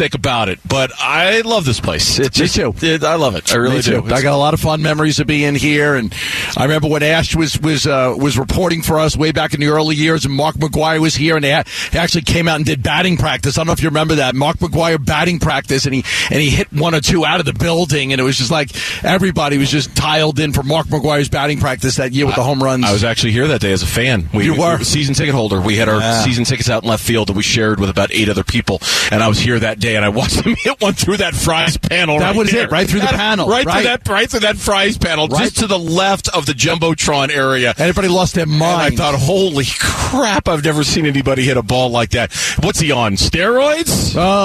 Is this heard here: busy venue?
yes